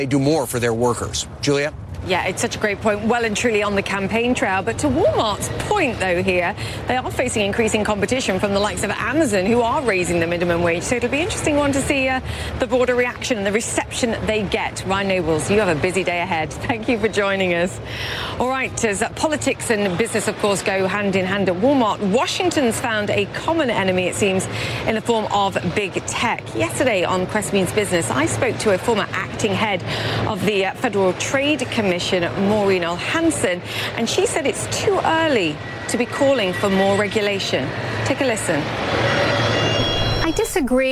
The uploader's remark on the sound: live from the New York Stock Exchange